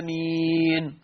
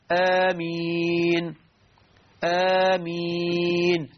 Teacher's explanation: الصواب أن تمد الألف حركتين وتمد الياء 4 حركات مد عارض للسكون · Shown in: second take · فنقول هكذا آمين آمين، مش آمين غلط، نقولها هكذا آمين.